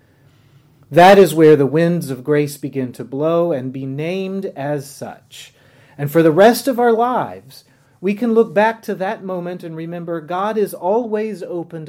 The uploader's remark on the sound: on the Second Sunday in Lent at Epiphany Lutheran Church in Richmond, VA.